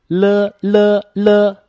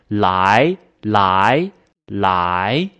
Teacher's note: 舌头抬起来，它有一个滑动向下的过程 · Term: 边音